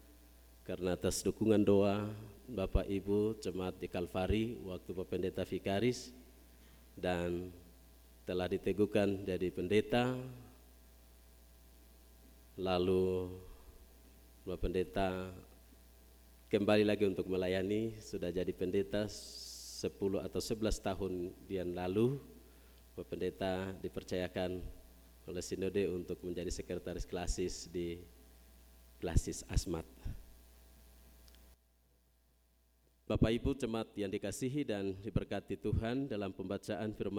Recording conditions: large echoing room